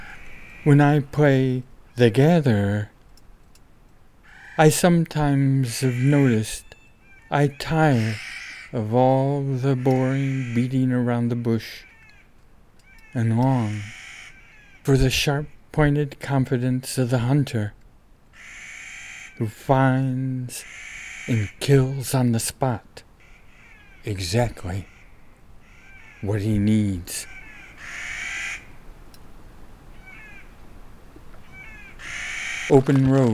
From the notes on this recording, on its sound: MUSICAL header is a family cluster of Clark's nutcrackers (Nucifraga columbiana), at 2500 m., recorded last July in the Eagle Cap Wilderness, OR. These are their counter-singing "cat calls,".